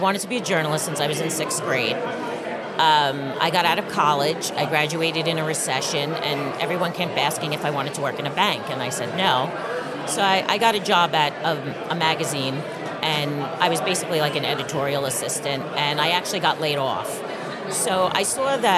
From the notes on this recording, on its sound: live from the SIEDC Business Conference